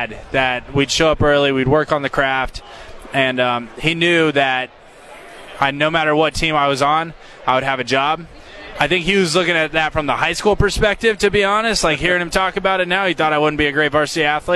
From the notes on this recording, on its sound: Live from Day 3 of Media Row in Las Vegas